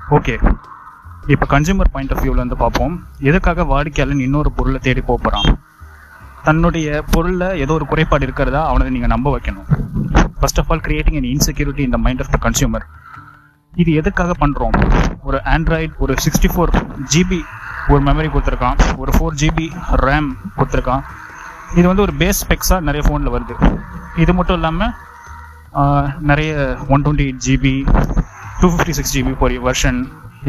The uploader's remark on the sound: Sound recorded in a breezy road while walking and mixed through DOLBY software.